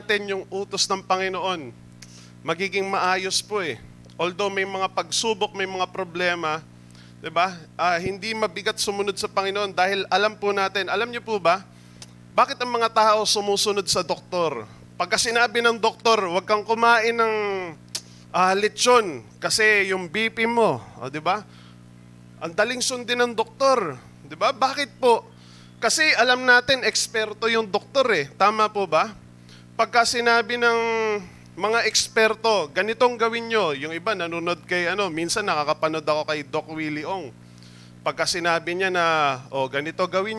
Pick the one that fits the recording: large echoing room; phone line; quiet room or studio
large echoing room